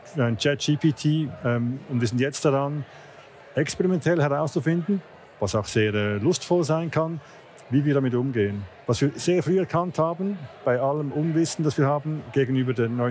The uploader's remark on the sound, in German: am jährlichen Branchenevent IAM live 2023